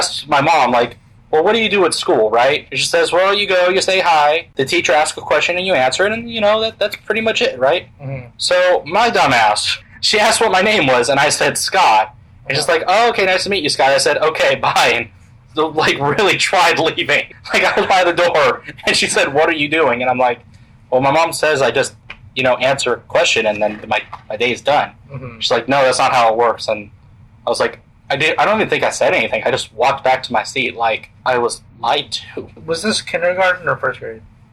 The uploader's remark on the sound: Sorry for the audio quality.